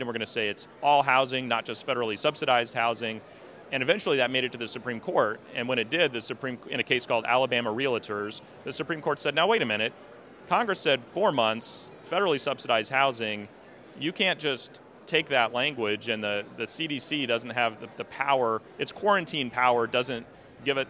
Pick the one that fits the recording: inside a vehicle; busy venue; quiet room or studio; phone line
busy venue